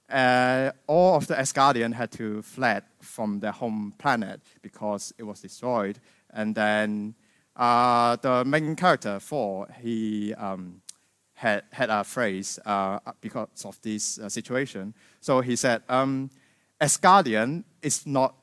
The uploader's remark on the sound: This episode is a recording from Weekend Kapitalizmu - celebration of freedom, independence and good business; three days of lectures, debates and film screenings.